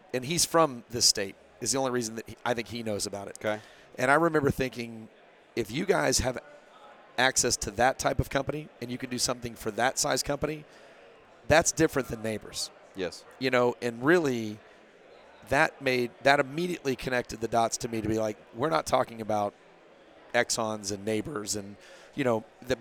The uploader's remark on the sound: In this special live episode of The IT Crowd Podcast, recorded at Corva's annual event, Corvacon.